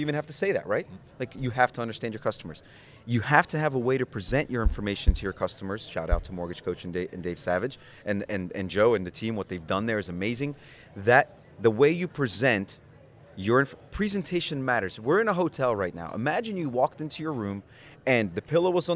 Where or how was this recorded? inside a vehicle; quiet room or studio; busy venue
busy venue